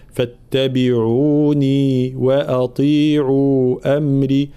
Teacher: بيان المدود هنا، مدود متساوية بمقدار المد الطبيعي